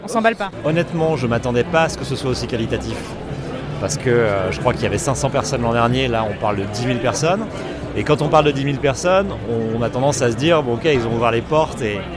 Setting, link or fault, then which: setting, busy venue